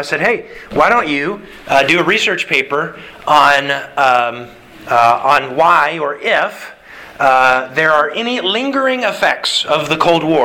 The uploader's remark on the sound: Sermon delivered to the Galena Bible Church, Sunday March 6th, 2022